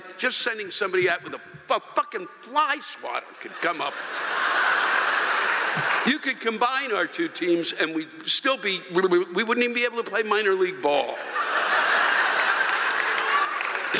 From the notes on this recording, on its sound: The live rants come from the shows in Cincinnati and Akron OH